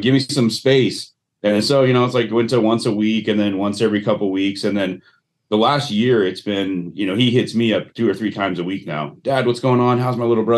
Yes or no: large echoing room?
no